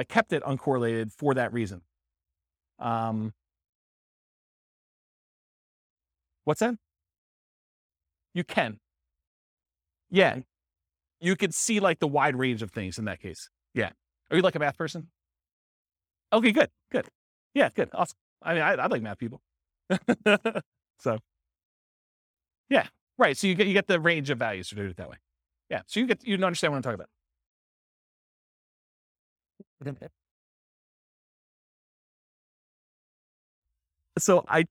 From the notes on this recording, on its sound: This was a live class recorded